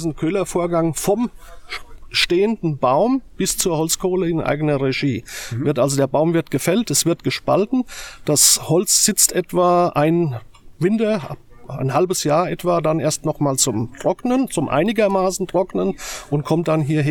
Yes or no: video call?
no